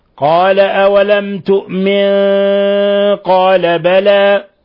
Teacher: ولاحظوا تفخيم الغنة لأن القاف من حروف الاستعلاء من الحروف المفخمة